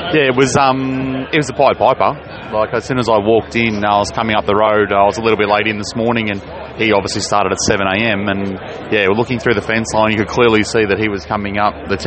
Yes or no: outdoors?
yes